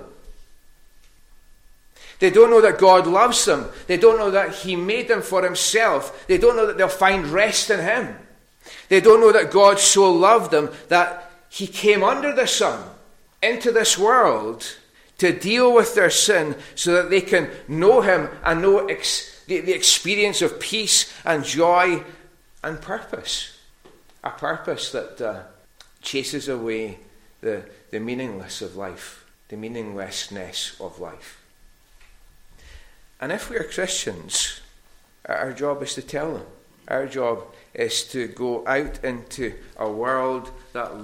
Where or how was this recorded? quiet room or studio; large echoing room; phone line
large echoing room